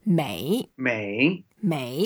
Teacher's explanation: 每, that means every, is a third tone, so we go down and up again.